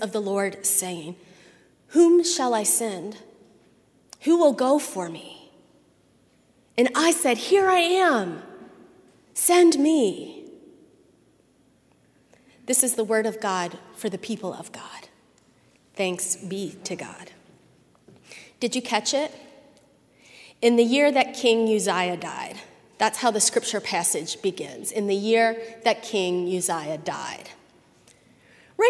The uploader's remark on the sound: at Highland Baptist Church, Louisville, Kentucky